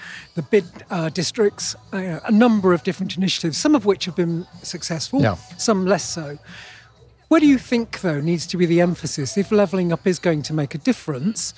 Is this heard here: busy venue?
yes